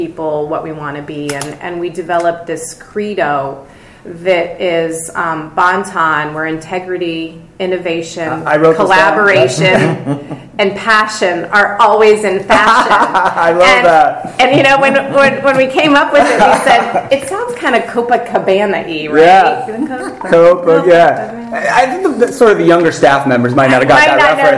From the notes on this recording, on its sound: LIVE from Cornerstone Convergence 2015. Live at the Cornerstone Convergence 2015 Conference in Los Angeles.